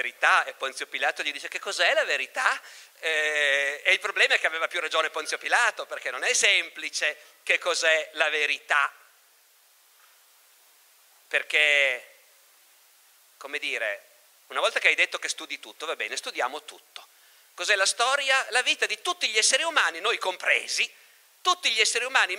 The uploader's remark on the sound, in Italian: Festival Logos 2019, estratto